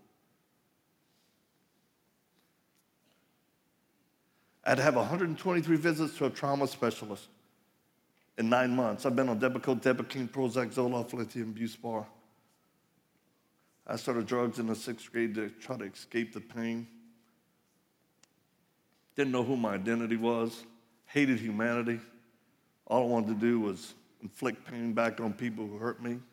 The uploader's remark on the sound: live message from the Ignite Conference